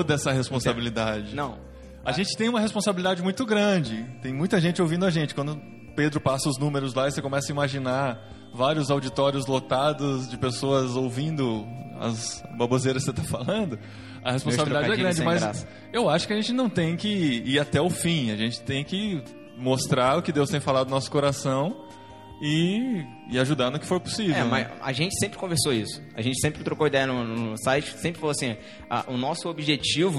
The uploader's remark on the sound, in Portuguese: gravado direto da Confraria No Barquinho 2015 em Jaú-SP